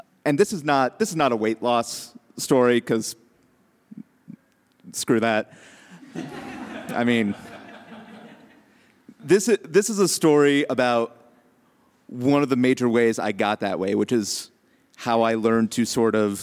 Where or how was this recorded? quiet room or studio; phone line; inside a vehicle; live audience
live audience